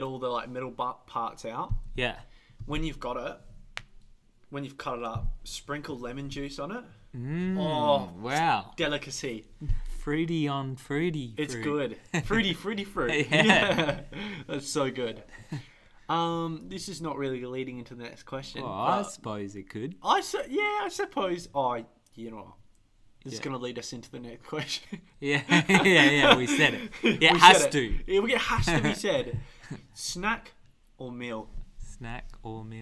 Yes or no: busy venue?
no